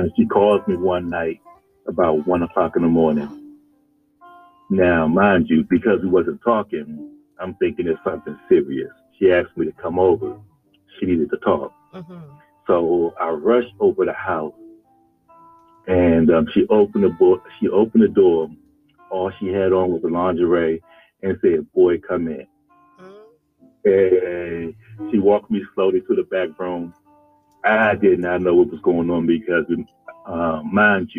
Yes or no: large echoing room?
no